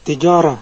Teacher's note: Wakof itu berhenti di akhir kata. Ada yang disukunkan, dibaca dengan ha sukun.